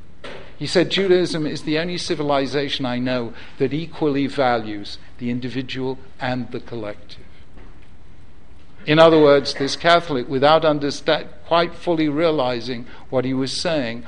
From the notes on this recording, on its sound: Originally recorded at Yeshiva University on 19th March 2014.